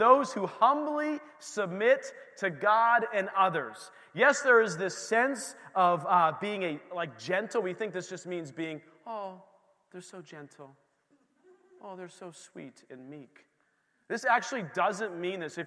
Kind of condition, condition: setting, large echoing room